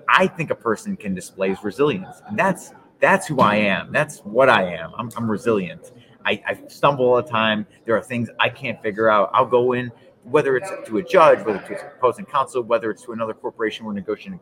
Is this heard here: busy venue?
yes